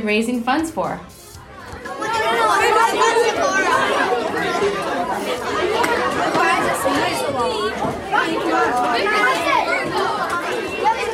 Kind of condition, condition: setting, busy venue